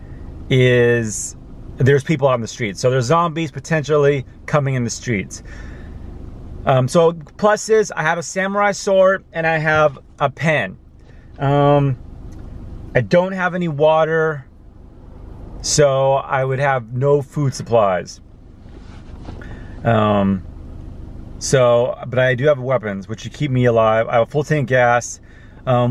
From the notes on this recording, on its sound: Parked in Silverlake in my Car.